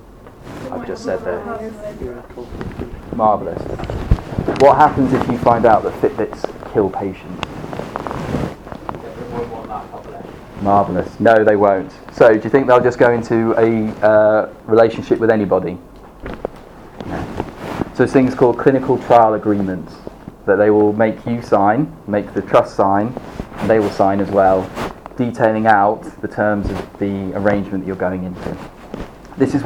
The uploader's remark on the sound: This episode is a live recording of the second session of #UnblindingResearch held in NUH DREEAM 21st March 2018.